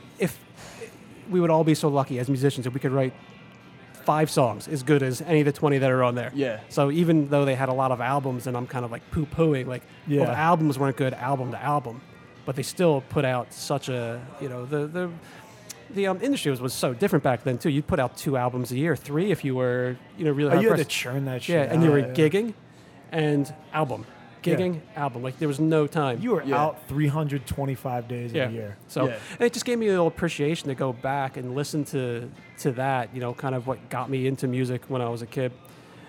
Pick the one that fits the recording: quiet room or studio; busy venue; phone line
busy venue